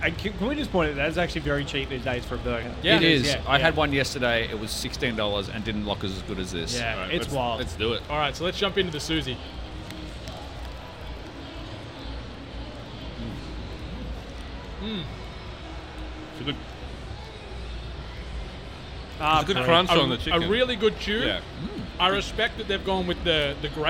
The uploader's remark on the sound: On the PAX Australia showfloor. The episode was recorded in a live environment with literally 1000s of people around so there may be some inconsistencies in the audio at times.